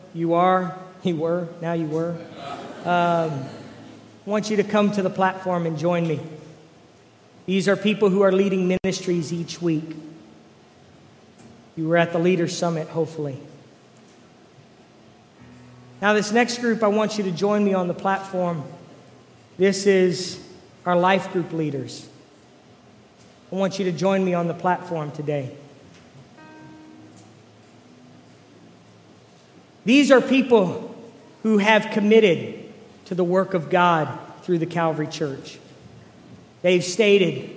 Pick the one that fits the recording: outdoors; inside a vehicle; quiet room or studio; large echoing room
large echoing room